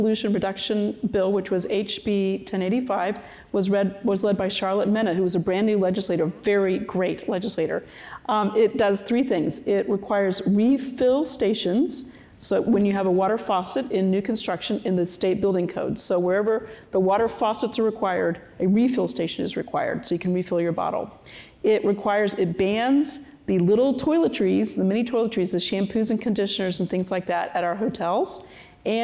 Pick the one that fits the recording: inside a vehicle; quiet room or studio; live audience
live audience